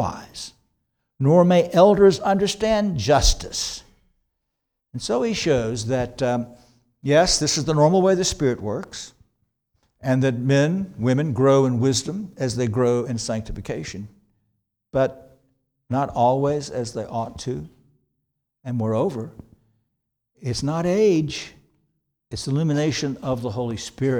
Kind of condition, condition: setting, large echoing room